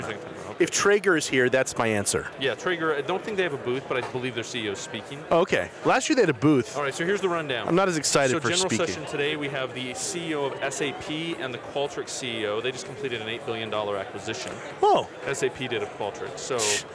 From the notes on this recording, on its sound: We're here at our second Silicon Slopes event